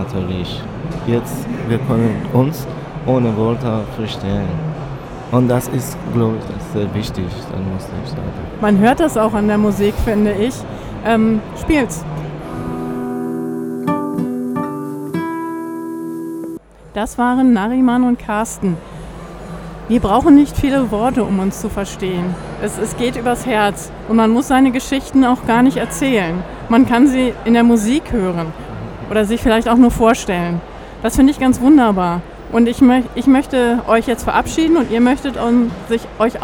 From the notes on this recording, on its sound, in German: im Interview live auf dem evangelischen Kirchentag 2017 in Berlin